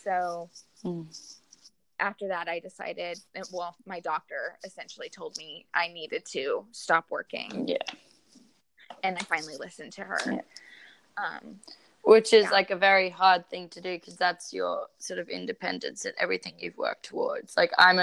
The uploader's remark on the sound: I promise the recording, flow and editing will get better with each episode !